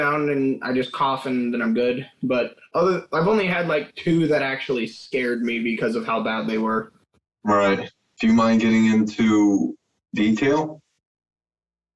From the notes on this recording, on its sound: In this episode we had the pleasure to zoom call one of TikToks chugging stars. This episode had a little bit of audio issues.